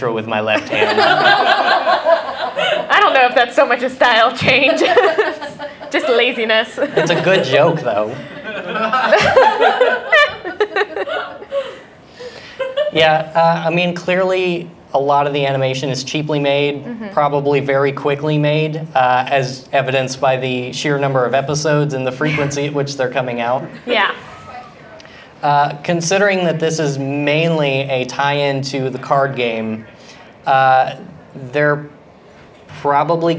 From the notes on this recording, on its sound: Live at AnimeCTX in Austin, TX.